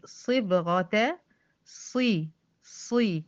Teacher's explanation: الصاد فيها استعلاء زائد اطباق زائد كسر، هاجي افخمها هلاقي الكسر مش هيقدر ان هو ينزل بالحرف لتحت، لان في 2 صفتين قوة بيشدوا الحرف لفوق، الاستعلاء زائد · Term: تفخيم كلي